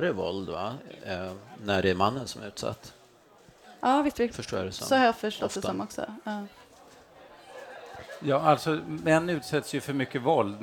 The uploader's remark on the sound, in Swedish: Detta avsnitt spelades in live inför publik under invigningen av campus Albano vid Stockholms universitet.